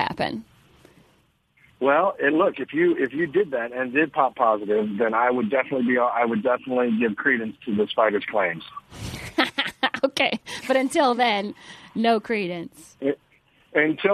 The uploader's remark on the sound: Live from Sky Harbor International Airport. Phones in from outside the ladies room at Sky Harbor International Airport.